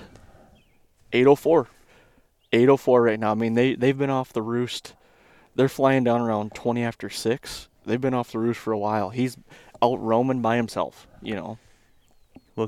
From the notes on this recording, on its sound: This weeks podcast was recorded 4 days ago on a morning Turkey hunt